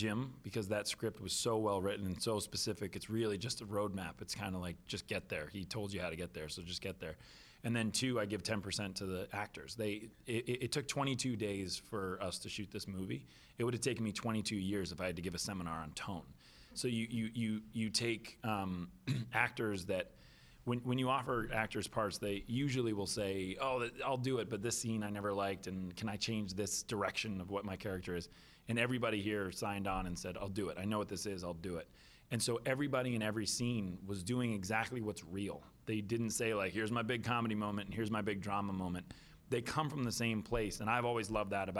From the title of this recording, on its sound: at The Hollars Press Conference